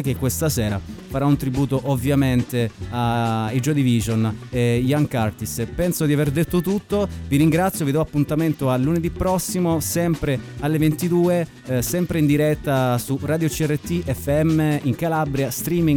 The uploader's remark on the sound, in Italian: Al telefono